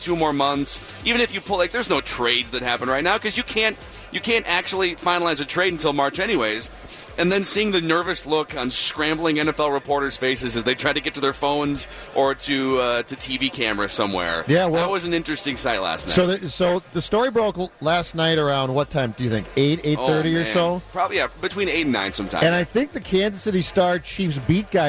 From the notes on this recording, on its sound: live from Radio Row all week